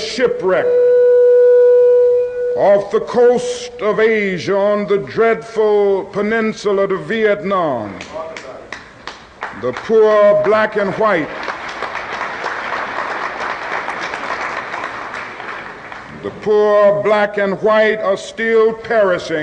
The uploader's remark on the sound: delivered this speech in 1967 at the first and only National Conference for New Politics